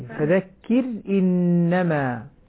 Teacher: الراء مرققة لأن قبلها كسر أصلي · Term: ترقيق الراء